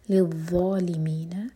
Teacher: ذو کے لیے بھی ہماری زبان اوپر والے دانتوں کو ٹچ کرتی ہے اور منہ بھر کر پڑھا جاتا ہے، زبان کو پیچھے سے اٹھائیں گے، ہیوی کریں گے ذو کو.